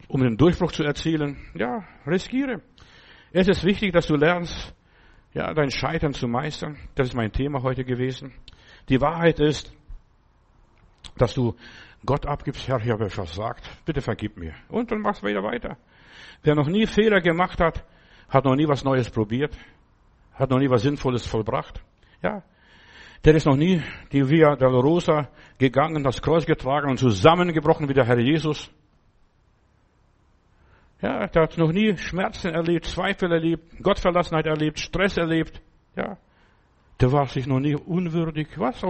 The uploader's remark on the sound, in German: im Gemeinde-Zentrum in Berlin aufgenommen